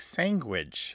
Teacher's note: it's what's called a velar nasal stop, which makes the word come out like sandwich. So it's a very nasalized, almost NG.